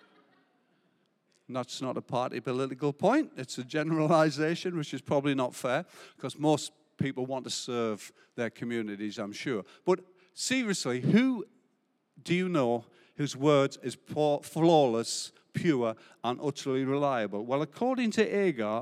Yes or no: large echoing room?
yes